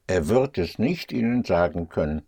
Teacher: you put a little emphasis on nicht